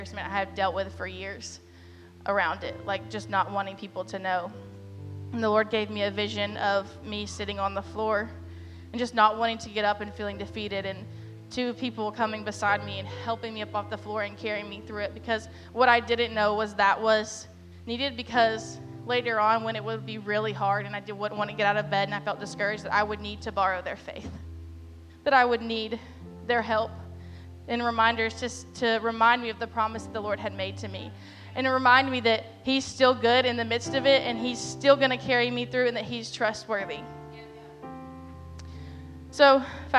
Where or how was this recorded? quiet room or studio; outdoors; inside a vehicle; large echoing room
large echoing room